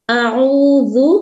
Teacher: ذال بالکل light letter ہے، ہلکا سا ٹچ ہوگا ہماری زبان کی جو ٹپ ہے سامنے والے دو دانتوں کے کنارے